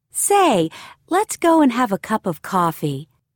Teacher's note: Notice how some vowel sounds are linked with a W or Y sound.